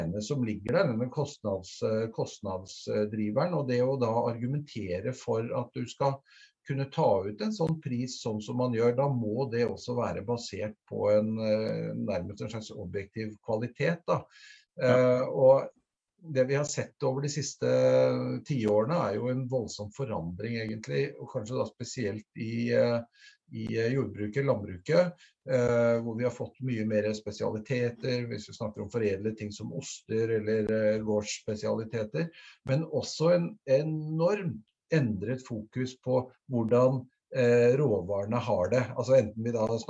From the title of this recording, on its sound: Live Zoom